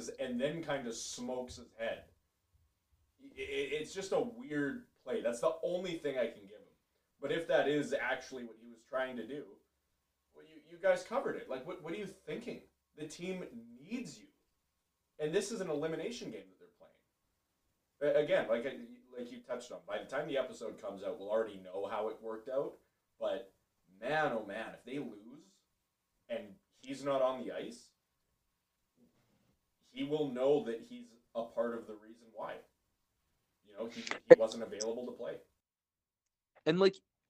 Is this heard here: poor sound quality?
yes